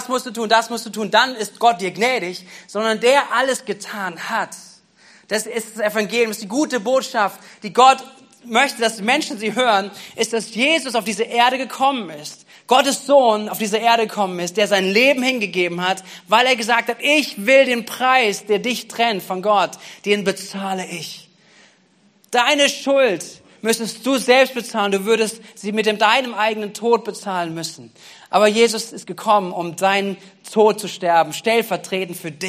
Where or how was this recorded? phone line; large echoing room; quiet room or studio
large echoing room